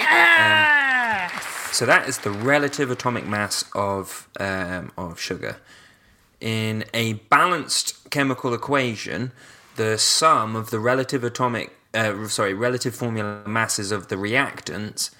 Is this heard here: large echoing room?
no